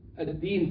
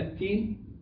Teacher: الدال تنقلب تاء، الدين تبقى التين · Term: اللحن الجلي